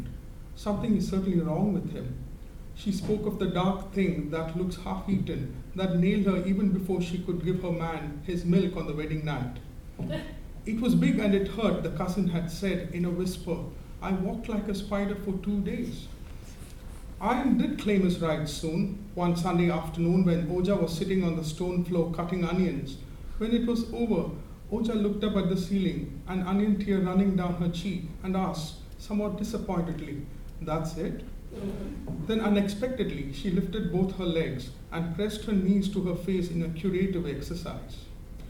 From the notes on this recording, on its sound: At Worlds Literature Festival 2011: an Afternoon Reading on the Novel.